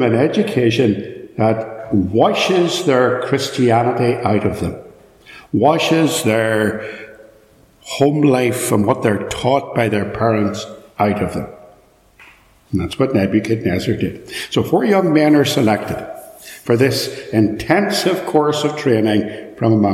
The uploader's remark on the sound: This is a sermon preached at Ballymacashon Congregational church, Killinchy, Co.Down. It is live and unedited, so there will be extraneous noise etc.